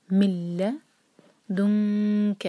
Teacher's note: اب دیکھیں M T نون کے بعد لام پر شدہ، تو ہم آلریڈی سیکھ چکے ہیں یہ ہے ادغام بغیر غنہ کا، بلا غنہ. تو ہم نون کی آواز کو بالکل نہیں نکالیں گے، میم کو سیدھا لام سے جوڑیں گے